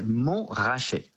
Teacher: in French, we do not pronounce the T